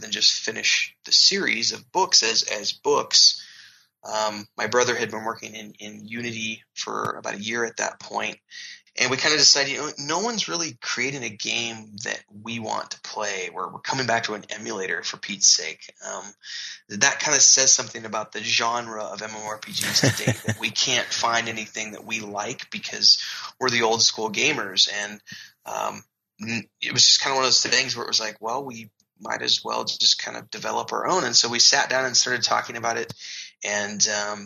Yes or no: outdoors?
no